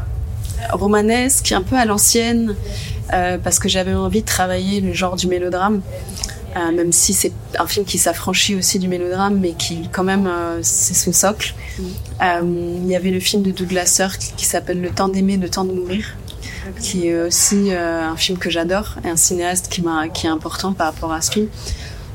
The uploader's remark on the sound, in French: Entretien réalisé au Festival de Cannes 2023